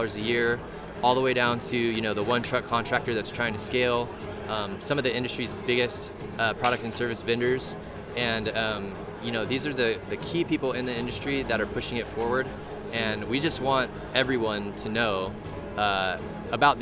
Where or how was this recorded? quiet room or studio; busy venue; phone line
busy venue